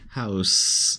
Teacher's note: In house, the vowels ah and oo, as in Luke, are the sounds heard most prominently.